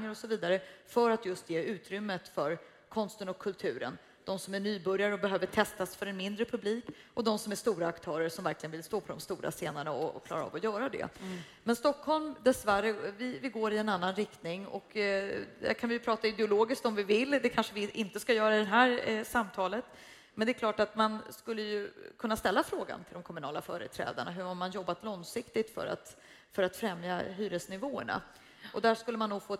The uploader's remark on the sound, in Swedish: Inspelat live på stora scenen inför publik på Musikaliska Kvarteret. När Scendödsfestivalen hölls.